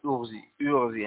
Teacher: دام الكسرة هذه عارضة ماذا نفعل قال بكسر مشم الضم إذن ليس كسرا خالصا وإنما هو كسر مخلوط برائحة الضمة · إذا أردت أن تأمر أنثى أن تأمر أنثى وكان الفعل واويا فهمزة الوصل لا تكون خالصة الكسر ولكن تكون مكسورة مع أنها مشوبة بحركة الضمة ليس كسرة خالصة تقول أغزي أغزي هكذا إذا أردت أغزي أو